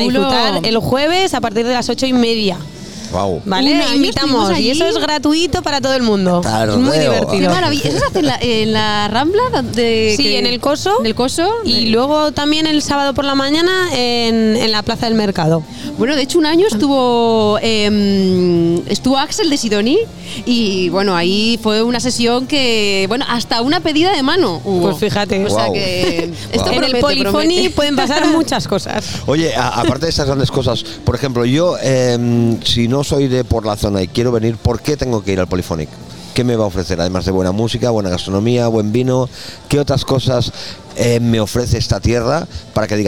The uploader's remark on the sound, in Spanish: Extraídos de la retransmisión en directo de la primera edición de Gramola , la feria de la música aragonesa. Extraídos de la retransmisión en directo de la primera edición de Gramola , la feria de la música aragonesa.